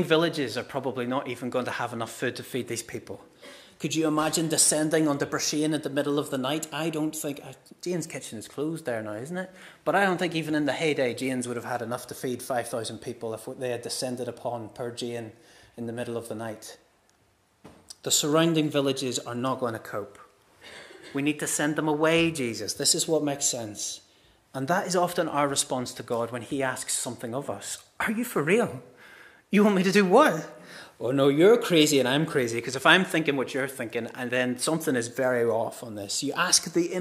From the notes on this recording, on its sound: This is the recording of the Bible reading and sermon from our harvest morning service on Sunday 1st October 2023.